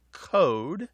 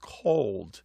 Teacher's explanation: they drop L sounds before what are known by linguists as back vowels, such as O. · Shown in: first take · These are vowels literally pronounced in the back of the mouth, especially when those vowels happen before certain consonants.